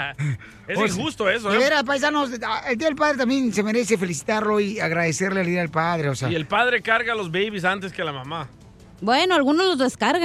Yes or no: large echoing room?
no